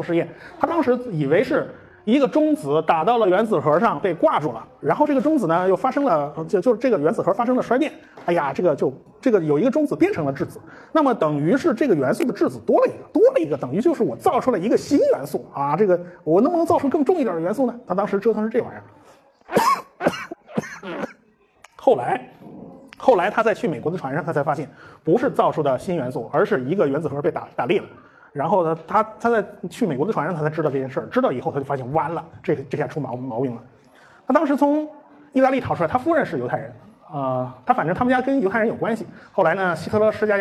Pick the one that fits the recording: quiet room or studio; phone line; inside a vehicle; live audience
live audience